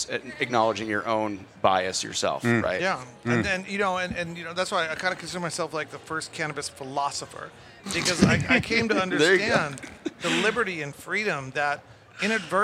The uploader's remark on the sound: Recorded at MJBizCon 2023